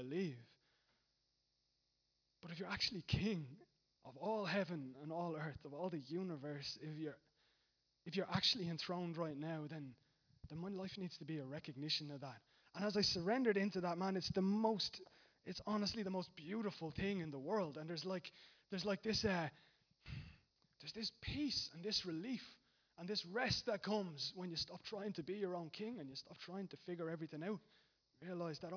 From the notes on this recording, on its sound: Recorded live at Liberty Church on 24th March 2019